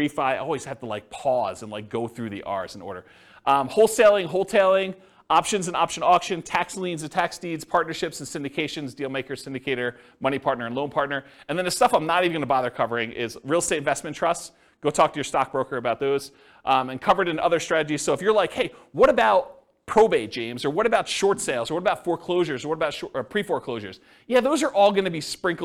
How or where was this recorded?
live audience